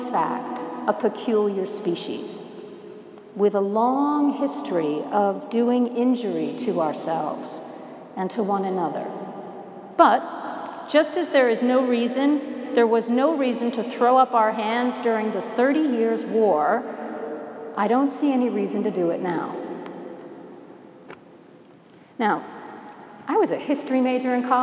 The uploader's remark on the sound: Preached at Washington National Cathedral.